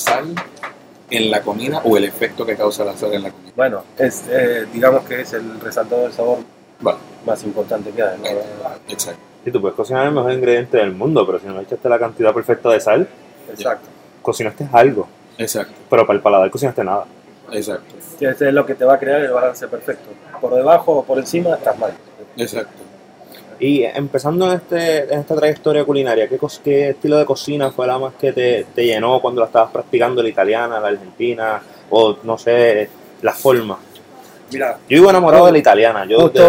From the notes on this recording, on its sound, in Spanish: Entrevista que hiciéramos en vivo en Nonna.